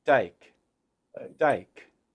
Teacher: There's a reduction in aspiration. So you don't as much get like a T exploding into take. Instead, it's more dike, dike.